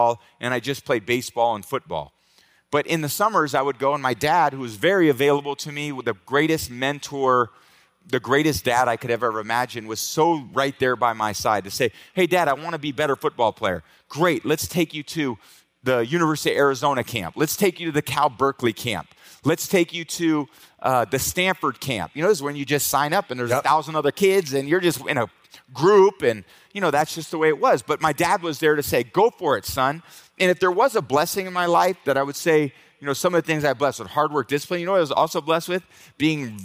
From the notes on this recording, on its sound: Hosted at the 2023 VAULT conference